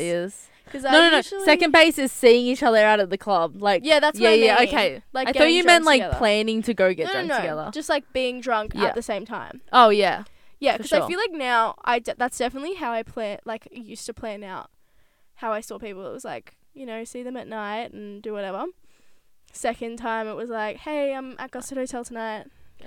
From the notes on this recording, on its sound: Taking you on a ride in the CAR this week. This little road trip.